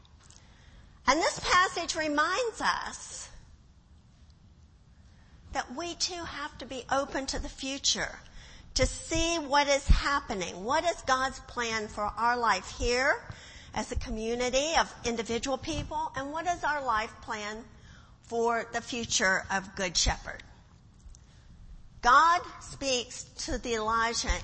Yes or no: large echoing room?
yes